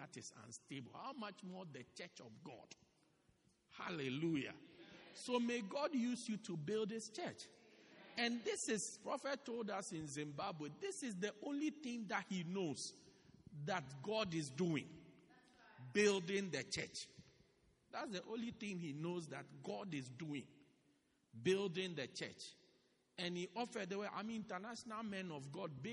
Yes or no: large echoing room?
yes